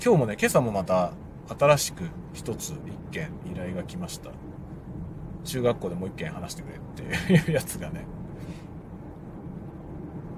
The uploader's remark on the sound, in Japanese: 仕事にでかける道中、車を運転しながら雑談する回ですが例によっていろいろうまくいかないことが満載。スタジオ録音部分 TASCAM TM-82 車内：ZOOM M3 MicTrak。スタジオ録音部分：CUBASE Elements 車内：ZOOM M3 MicTrak。